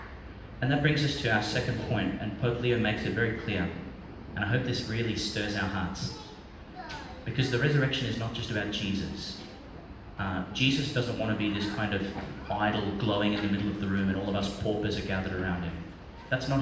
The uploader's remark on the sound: Homily for the Second Sunday of Lent, 2022, delivered in Our Lady Star of the Sea, Gladstone, Qld.